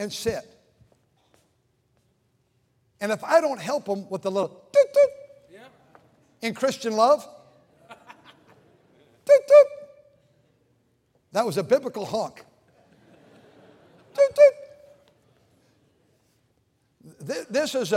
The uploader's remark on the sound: during the Sunday Morning service on November 19, 2023, at North Valley Baptist Church in Santa Clara, California.